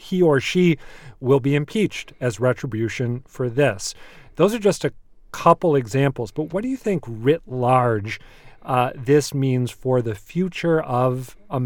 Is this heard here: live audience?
no